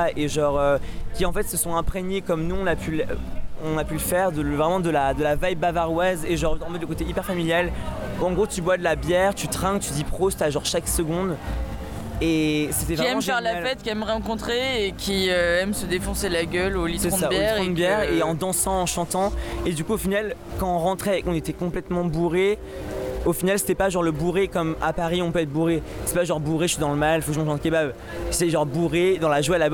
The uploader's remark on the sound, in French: Rencontre avec Extinction Rébellion de Berlin. Reportage en direct de l’action et interview de militants.